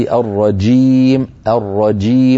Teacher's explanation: فالجيم يجب أن تكون شديدة شديدة، صوتها محبوس وليس الرجيم رخوة كما نحن معتادون في العاميات